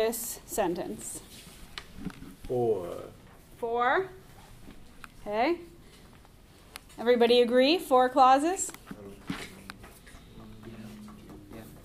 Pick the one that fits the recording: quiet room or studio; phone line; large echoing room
large echoing room